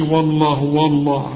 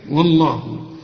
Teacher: لا حرقق الواو وفخم اللام · Shown in: second take